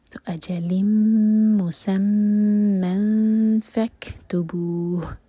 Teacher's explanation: ہم نون کی آواز کو چھپائیں گے اور فا کے لیے زبان تیار کریں گے · Term: اخفا